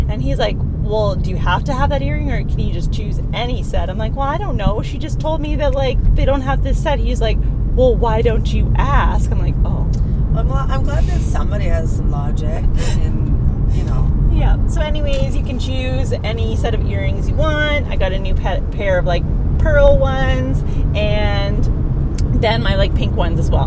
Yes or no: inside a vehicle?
yes